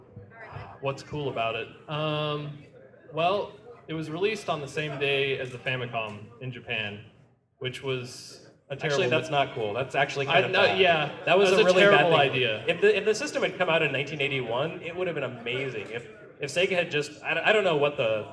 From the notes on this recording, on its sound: Live At Midwestern Gaming Classic 2016. Special thanks to 249 Studios for the live recording!